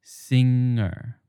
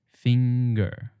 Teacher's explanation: in singer, the NG in the middle is actually a single sound that can't be split like the N sound and the G sound in finger. For all those listeners out there into linguistics, that single sound has a name, and it's called angma or ang.